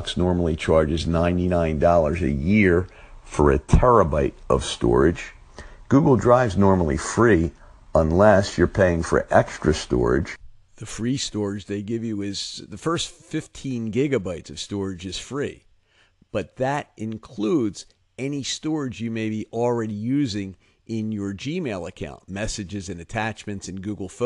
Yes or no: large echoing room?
no